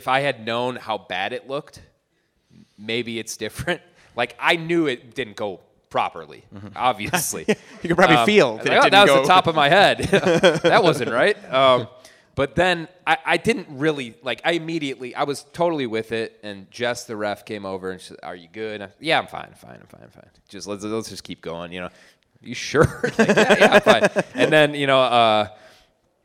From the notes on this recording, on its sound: LIVE in Detroit.